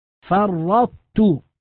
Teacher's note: ومن ذلك القسم ما نذكره الآن في الإدغام في المثلين والمتقاربين والمتجانسين، فمثلا كلمة فرطت، نلاحظ أنها عند النطق بها لابد أن نبقي صفة الطاء وهي الاستعلاء، فننطق بتاء مشددة ويبقى أثر الاستعلاء في الطاء، فرطت، هذا إدغام ناقص، لا يجوز أن نقول فرطت هكذا بتاء مشددة، هذا النطق خطأ.